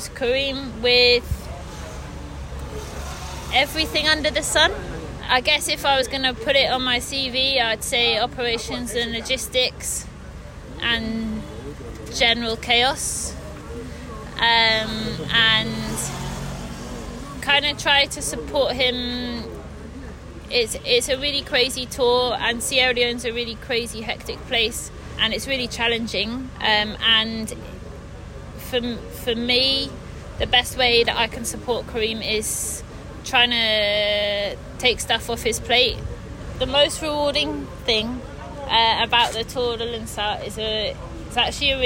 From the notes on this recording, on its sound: The most important race in the region, the Tour de Lunsar. You’ll hear an incredible atmosphere from a race like no other as well as from the riders taking part.